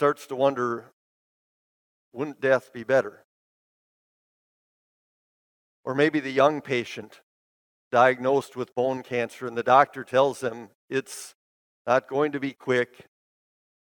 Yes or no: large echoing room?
yes